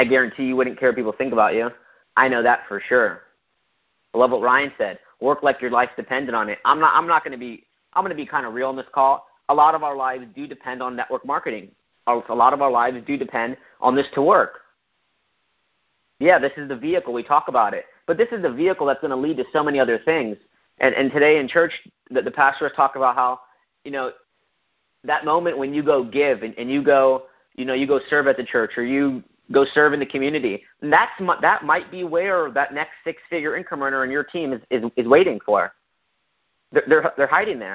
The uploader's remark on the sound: PowerHouse Network Leadership conference call.